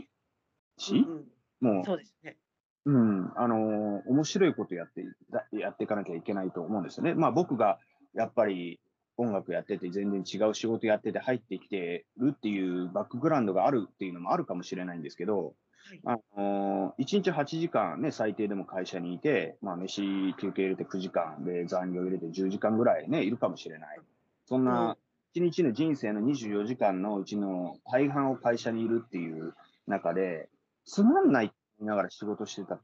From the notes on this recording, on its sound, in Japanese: teamsを用いてのオンライン収録のため、音声が聞き取りにくい部分がございます。ご了承ください。